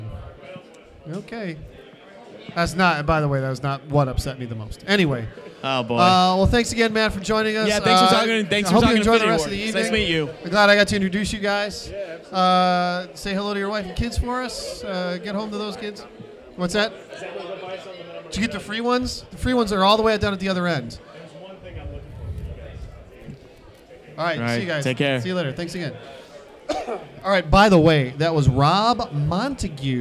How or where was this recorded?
busy venue